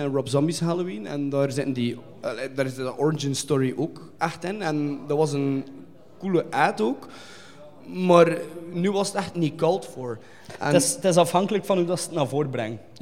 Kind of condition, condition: setting, live audience